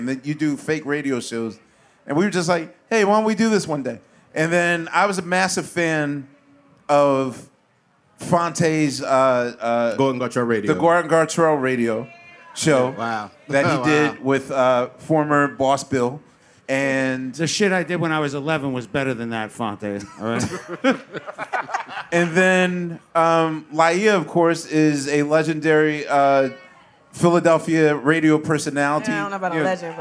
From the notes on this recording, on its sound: QLS Live From The 2023 Roots Picnic. Recorded on stage at Philadelphia's Mann Center. Thoughtful questions from a live audience.